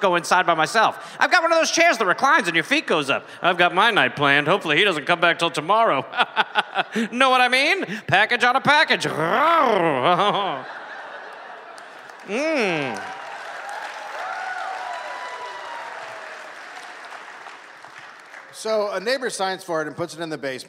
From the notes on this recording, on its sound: Recorded live in Milwaukee